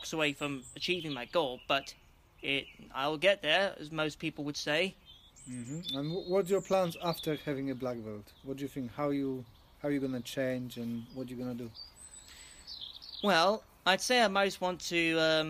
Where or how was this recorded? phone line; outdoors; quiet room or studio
outdoors